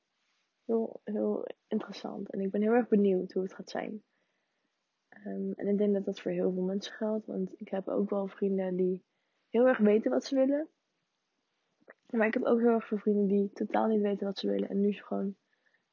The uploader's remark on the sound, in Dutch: Deze podcast heeft for some reason echt hele slechte geluidskwaliteit. Ik kreeg het niet gefixt.